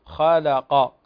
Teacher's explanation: فنرقق اللام وبعدها ننطق القاف خالق ونفخم القاف كذلك، قلنا تفخيم هنا من الدرجة الثانية